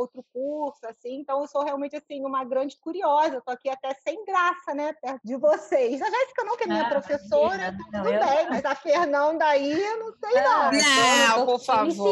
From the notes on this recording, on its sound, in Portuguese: mesmo com alguns problemas de áudio